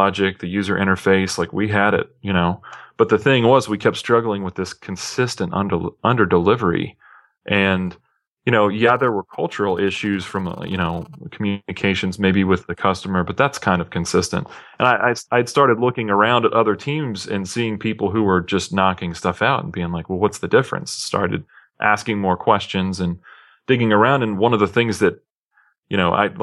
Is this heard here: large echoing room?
no